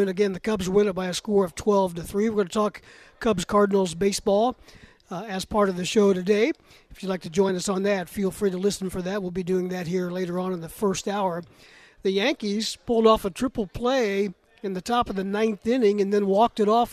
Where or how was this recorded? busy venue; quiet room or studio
busy venue